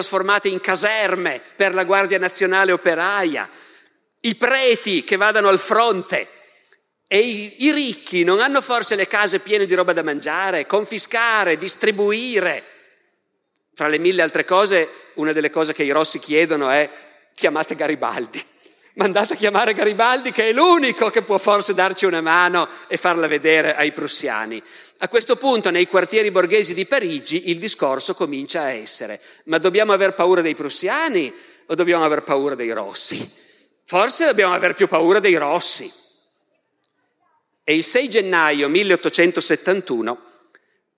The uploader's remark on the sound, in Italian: Dal Festival della Mente 2021.